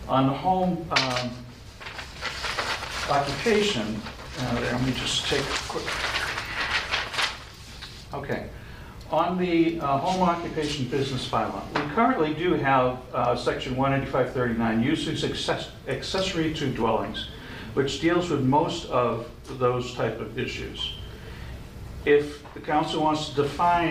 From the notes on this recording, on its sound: This session of the radio show shares the audio recording of the Economic Development Subcommittee. In the Council Chambers with all 4 members participating in the Council Chambers.